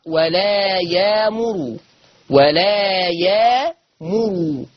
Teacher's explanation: ضم حرف الراء، أصل حفص بيقرأ بفتح الراء، ورش عن نافع هيقرأ بضم الراء هكذا، ولا يأمر تقرأ ولا يامر ولا يامر، واحدة واحدة ماشيين.